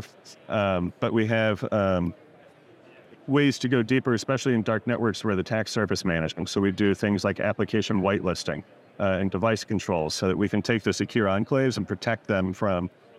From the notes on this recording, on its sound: At GEOINT 2023 we interviewed